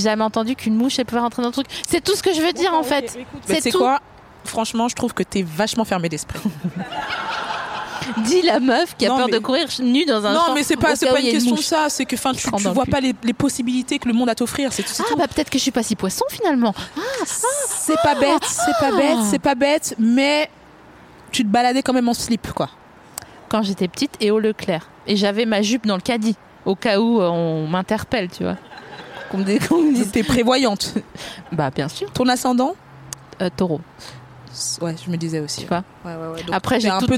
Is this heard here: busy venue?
yes